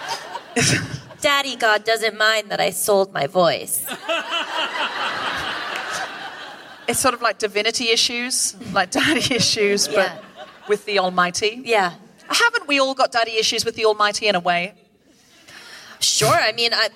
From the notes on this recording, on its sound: Recorded 15 January 2020 at The Wilshire Ebell Theater in Los Angeles.